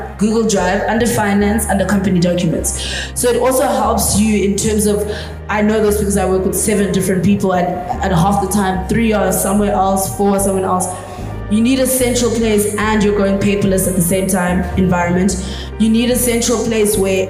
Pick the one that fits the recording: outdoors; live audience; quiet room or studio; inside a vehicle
live audience